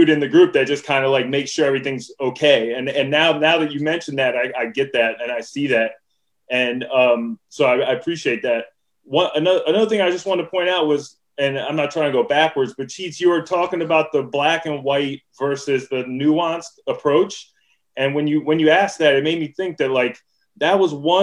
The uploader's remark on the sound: Zoom Conversation